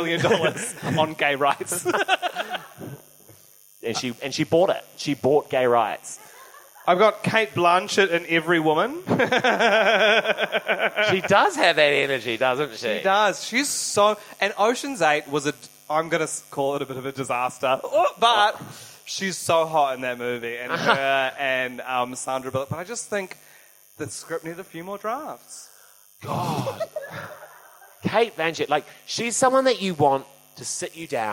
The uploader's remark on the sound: Recorded live in Auckland during pride, with a packed audience a lovely buzz on the microphones.